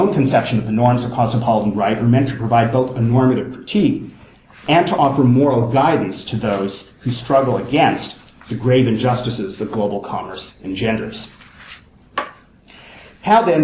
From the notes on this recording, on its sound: First presentation from the Kant and Colonialism conference held in University of Oxford in October 2010